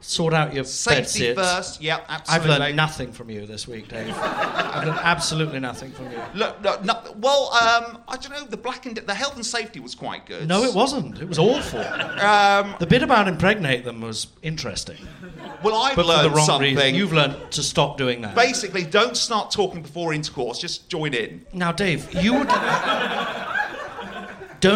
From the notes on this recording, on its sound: LIVE for the first time at the Phoenix